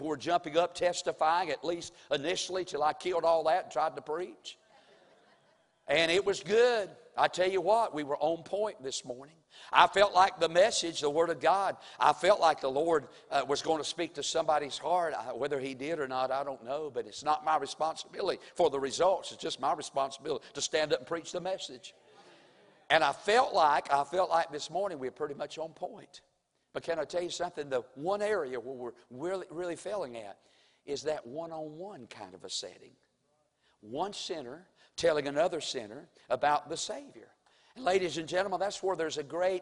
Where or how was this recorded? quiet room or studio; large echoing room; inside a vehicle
large echoing room